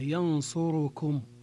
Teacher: جميع القراء عدا أبي عمرو قرأوا ينصركم بإتمام حركة الضمة على الواو. ينصركم، ينصر جاءت معها كم أو لم تأتي معها، تبقى ضمة الراء تامة، ينصركم. · Term: إتمام ضمة الراء